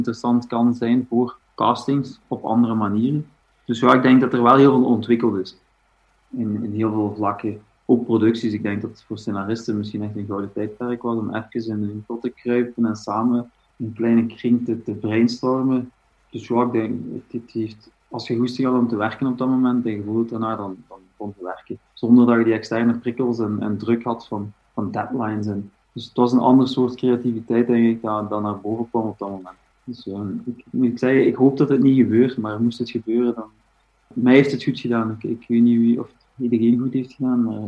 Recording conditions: video call